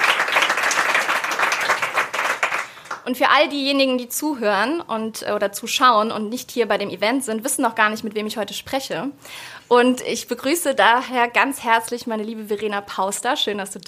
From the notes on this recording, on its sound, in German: New Work Now Jubiläumsevent live in Hamburg.